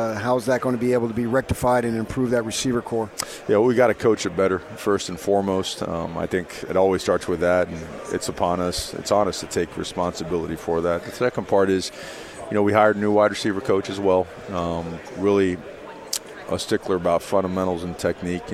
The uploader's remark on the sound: live from Pac-12 Media Day